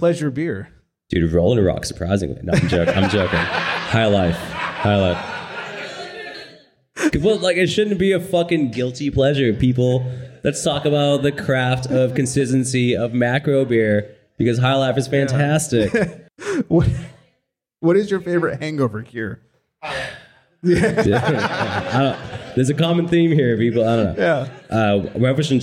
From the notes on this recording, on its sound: We’re so excited to share our live interview. The listeners in the audience submit some great questions.